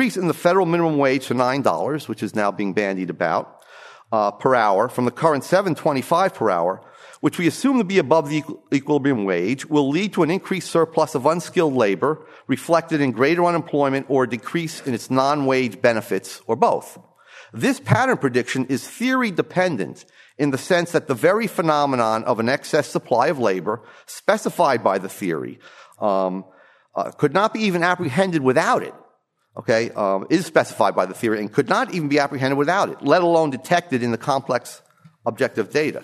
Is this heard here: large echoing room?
yes